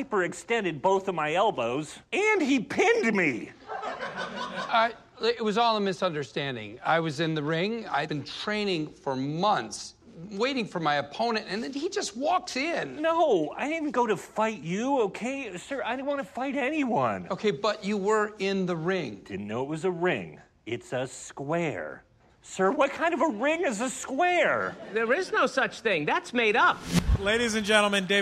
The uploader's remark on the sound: This show was recorded at The Bell House in Brooklyn, New York.